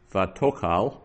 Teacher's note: the accent there is under the tav, so means the accented syllable is to